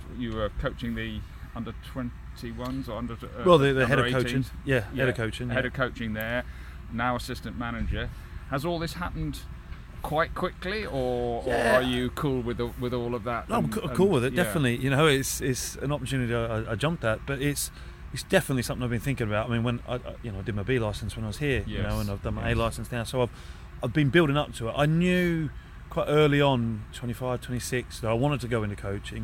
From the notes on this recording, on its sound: The boys are outdoors again for this week's podcast. They have a guest with them.